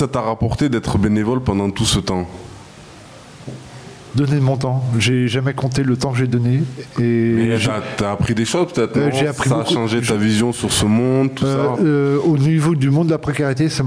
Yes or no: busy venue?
yes